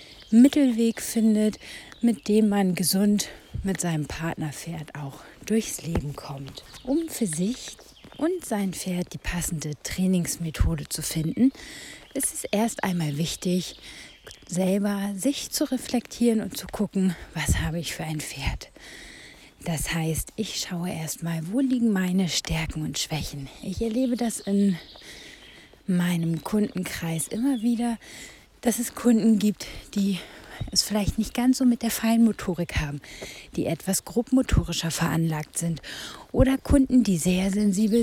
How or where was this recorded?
outdoors